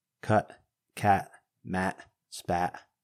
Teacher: We cut the T's off the end of words. · Term: T glottalization